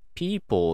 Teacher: こういう風に、語末の L は、うとか、まあ、あるいはおみたいな発音に聞こえます。で、これをダーク L って言うんですね。で、専門的には、これは軟口外化した側面接近音といって、なんというかな、その口の中の空気の流れを邪魔する、その狭めっていうのが、南郊外っていうとこで行われるんですね。でこの南郊外っていうのは、まあ、カキクケコとかガギグゲゴとかいう口の奥の方にあたる部分です。で、この辺の部分っていうのは、母音で言うと、後ろ舌母音って言って、うとかおっていう時に使う器官なんですね。なので、ダークエルっていうのは軟硬外化した音ということで、必然的